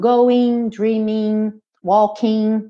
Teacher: a gente tem uma grande, grande quantidade de Gs em inglês que não são pronunciados quando eles vêm no fim da palavra. Especialmente quando a gente tem ing para fazer o gerúndio.